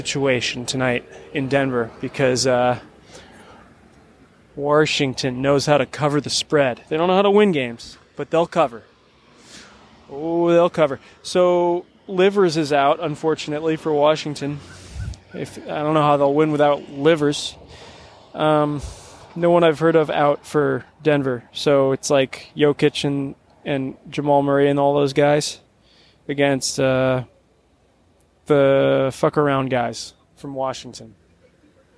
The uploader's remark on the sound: Live from across the street from the Chase Center